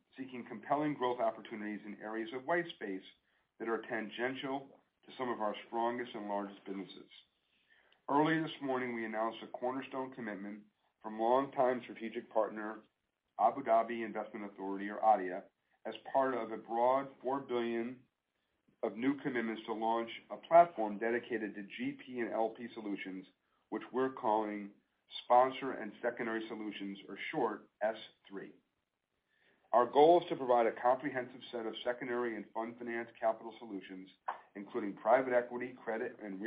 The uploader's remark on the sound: Earnings Conference Call